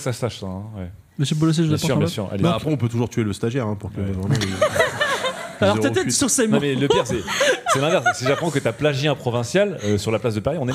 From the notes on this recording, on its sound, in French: Enregistré en public à la BPI à Paris le 26/06/2023 diffusé en direct sur Twitch et retransmis ici en podcast.